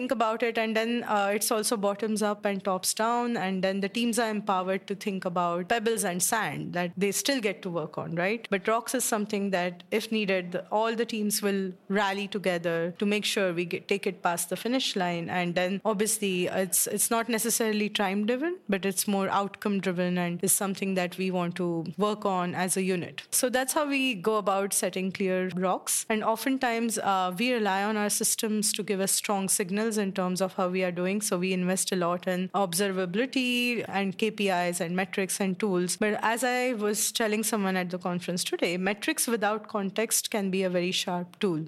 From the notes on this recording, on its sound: Community insights from our Pop-Up Podcast Booth at ELC Annual! These community members jumped into our recording studio.